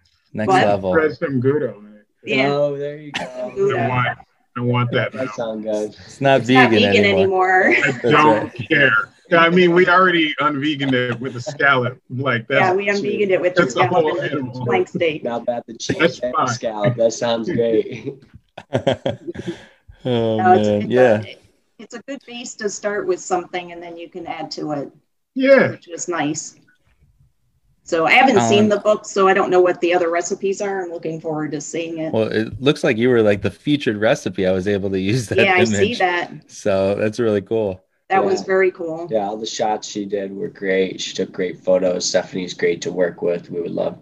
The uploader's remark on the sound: Recorded Live on Zoom 12/7/2020.